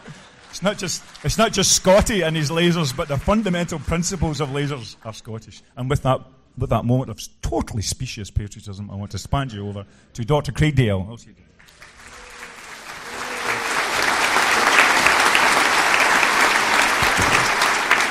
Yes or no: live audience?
yes